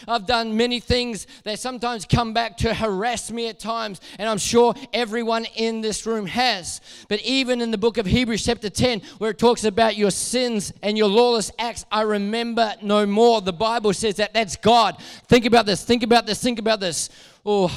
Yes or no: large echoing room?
yes